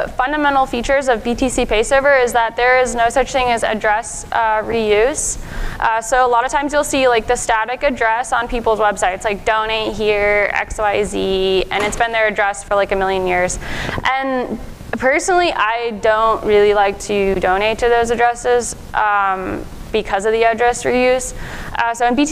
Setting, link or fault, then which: setting, live audience